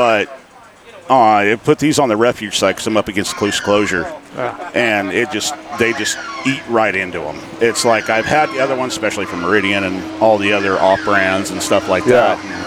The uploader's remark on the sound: On location at the 2023 CA State Duck Calling Competition in Colusa, CA. This annual event hosted by Kittles Outdoor & Sport Co.